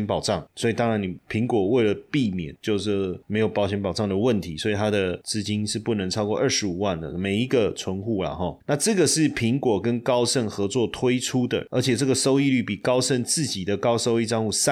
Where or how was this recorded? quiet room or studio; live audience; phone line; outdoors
quiet room or studio